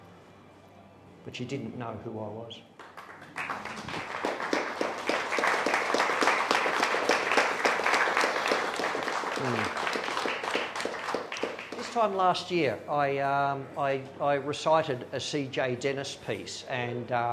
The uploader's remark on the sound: Today’s show is a recording of a live reading. Cherry Poets in Cremorne.